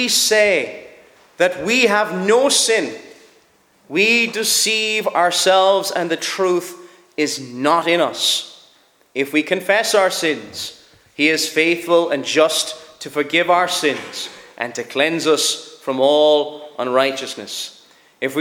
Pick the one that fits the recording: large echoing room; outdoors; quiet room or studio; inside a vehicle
large echoing room